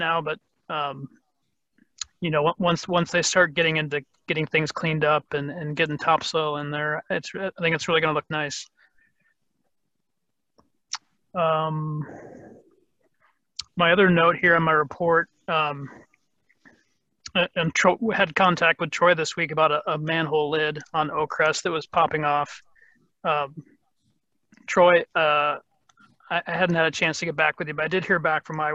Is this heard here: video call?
yes